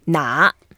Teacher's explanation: Yeah, the first word, 哪, is a third tone, so it's quite important. We go down first and then up, and we can emphasize it and take our time. 哪? It's like a N-A, 哪.